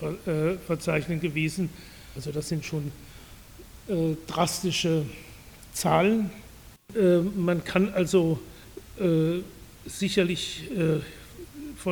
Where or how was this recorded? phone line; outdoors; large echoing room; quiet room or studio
large echoing room